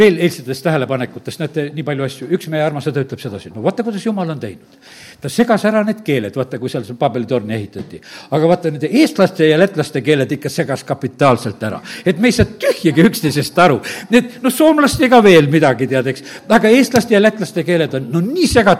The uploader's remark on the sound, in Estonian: Audio salvestus koosolekult